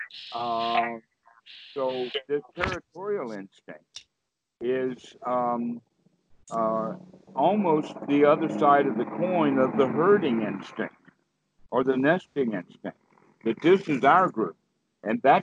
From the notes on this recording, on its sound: skype calls